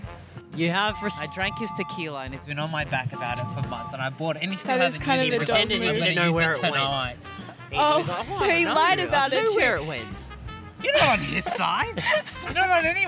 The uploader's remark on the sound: Carried their share house couch outside! With recording gear in hand, they headed to a nearby university to interview students about life on/off campus.